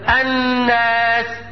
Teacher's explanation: فما نطقتش اللام وانما نطقت همزة وصل بعدها نون ايه؟ بعدها نون مشددة. · Term: إدغام اللام الشمسية